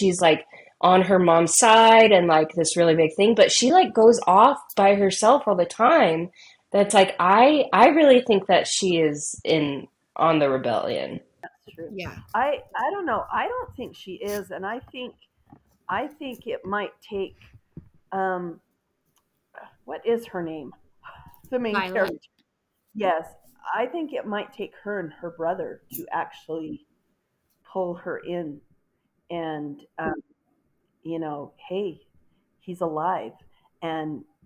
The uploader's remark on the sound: The audio was doing some shady things